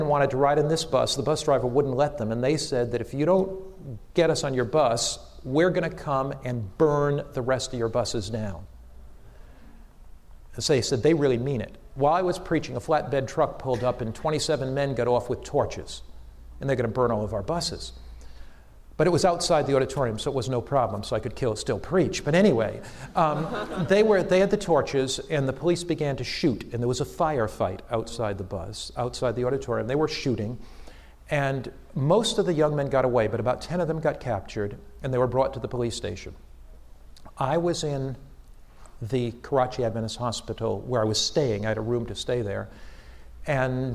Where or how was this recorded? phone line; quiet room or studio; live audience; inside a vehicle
live audience